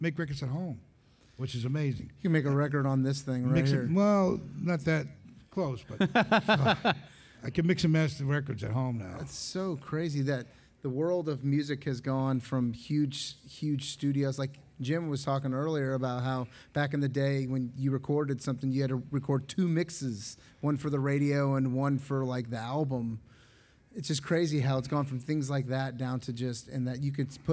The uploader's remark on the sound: We are LIVE at ICCC Nashville!